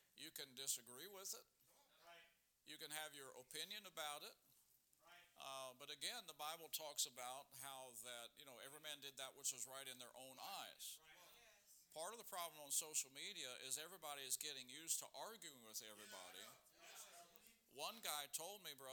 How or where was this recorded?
large echoing room